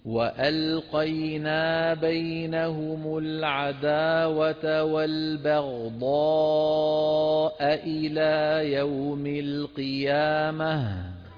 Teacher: لما نقول والبغضاء إلى لازم نبين الهمزتين